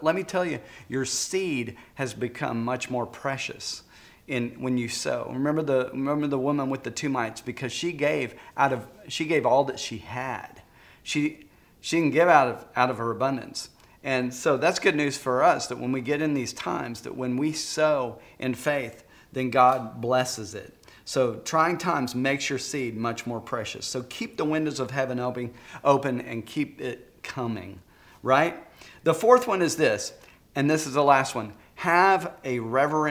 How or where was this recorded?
large echoing room